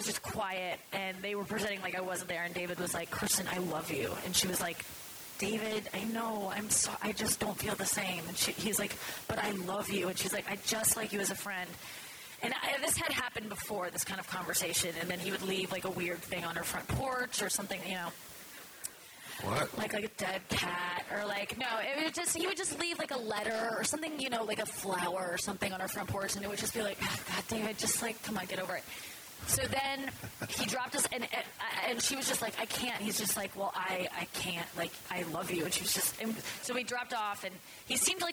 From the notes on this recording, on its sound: A live podcast at the JFL42 comedy festival in Toronto, Canada. I decided to test this theory by doing a podcast about suicide at a live show in front of a comedy festival crowd.